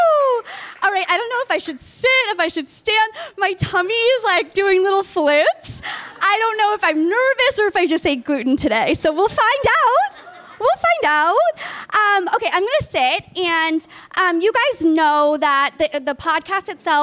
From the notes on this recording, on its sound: For all of you who were unable to make the Live Podcast - you're in luck!